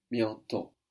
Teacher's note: of course we don't hear that last T